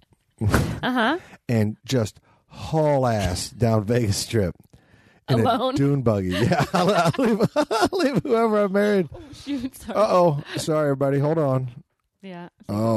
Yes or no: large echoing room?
no